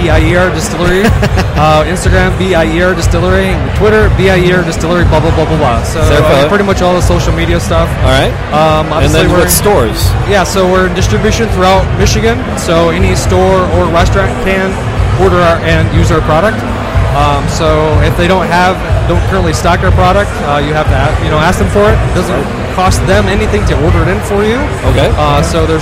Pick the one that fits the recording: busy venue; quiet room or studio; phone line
busy venue